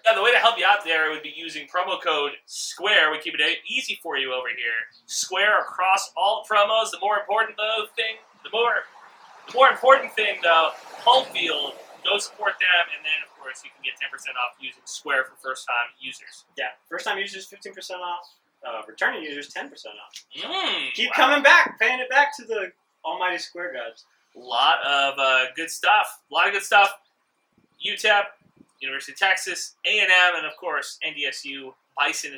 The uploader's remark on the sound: Back together again (in person). Hey, wtf is wrong with the audio. We spent some money on new mics, still figuring out how to use them.